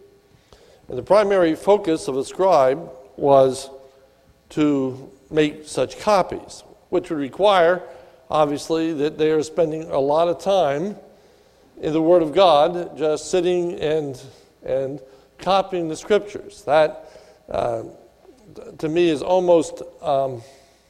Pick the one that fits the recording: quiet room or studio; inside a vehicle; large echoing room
large echoing room